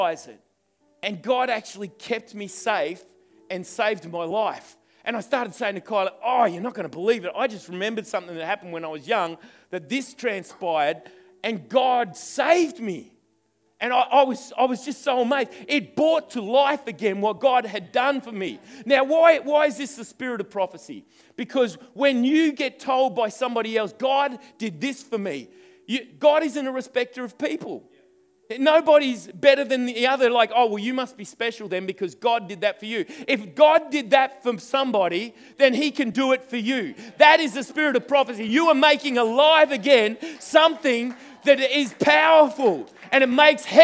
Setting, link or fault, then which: setting, live audience